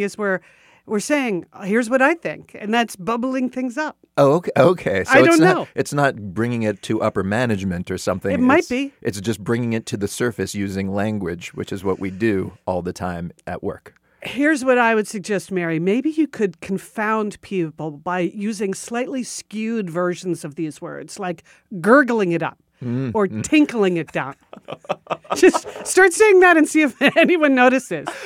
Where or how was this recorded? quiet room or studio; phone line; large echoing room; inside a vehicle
quiet room or studio